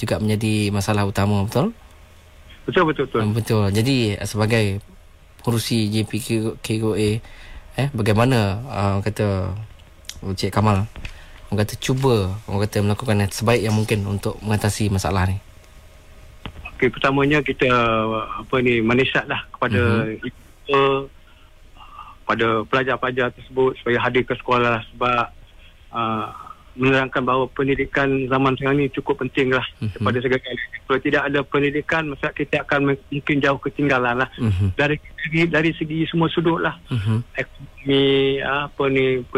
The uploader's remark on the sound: temubual secara LIVE-CALL